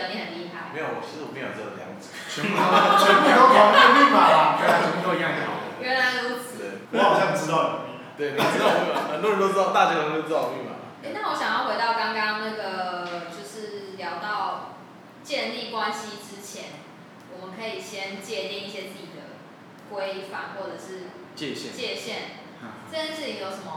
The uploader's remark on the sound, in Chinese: 錄音以及內容問題前面幾集還在試錄跟摸索，請大家多多見諒喔